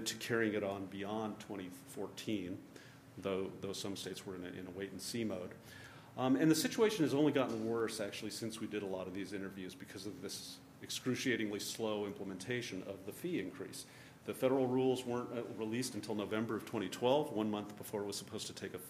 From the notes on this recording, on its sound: This talk is from the November 2013 Center for Poverty Research conference. This conference brought together a unique mix of researchers, policy professionals and industry leaders.